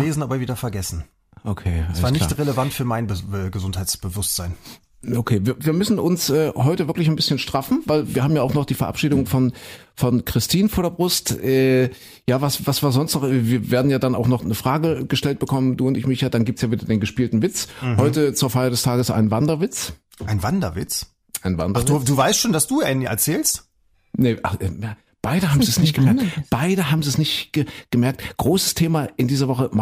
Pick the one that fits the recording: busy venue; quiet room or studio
quiet room or studio